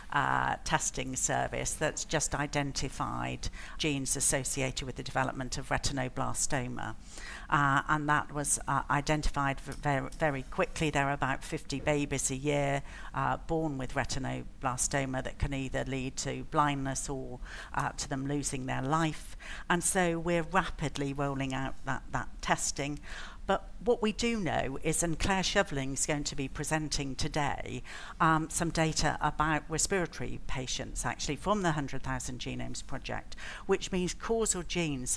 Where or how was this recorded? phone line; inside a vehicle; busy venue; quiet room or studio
busy venue